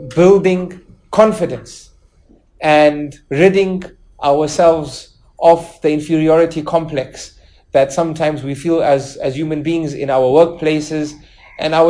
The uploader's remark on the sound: lecture presented at the Melbourne Madeenah in Melbourne Australia